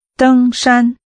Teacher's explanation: Using two high tones, say mountain climbing.